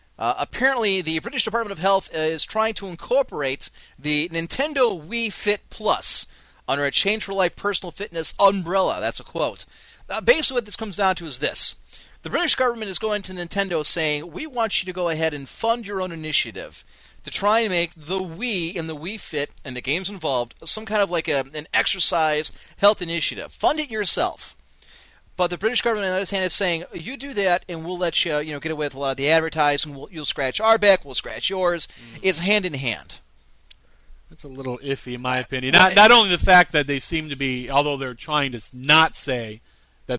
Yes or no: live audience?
no